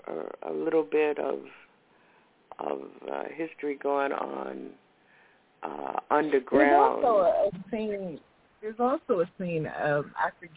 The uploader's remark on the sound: Follow-up Call-In Session